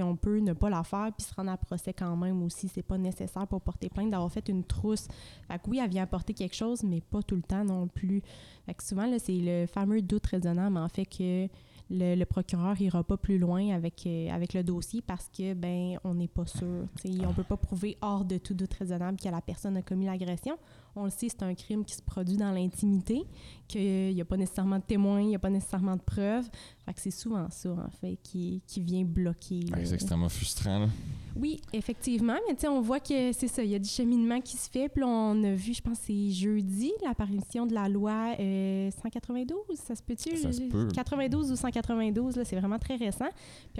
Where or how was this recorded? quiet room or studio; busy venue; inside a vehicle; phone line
busy venue